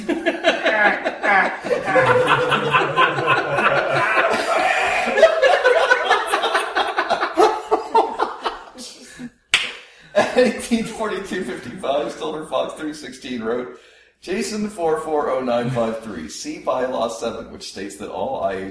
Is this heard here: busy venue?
yes